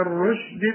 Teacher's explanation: كل الحروف دي مرققة ما عدا الراء، الراء مفخمة علشان مضمومة